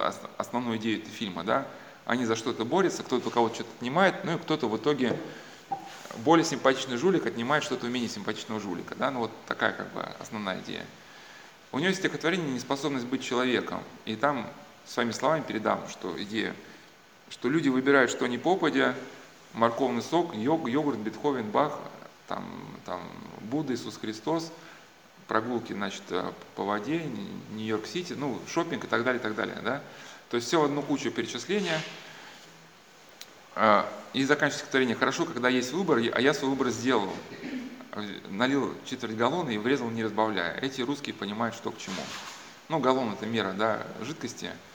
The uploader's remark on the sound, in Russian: На лекциях присутствовали воспитанника центра свт. Василия Великого (центр социальной адаптации подростков, находящихся в конфликте с законом).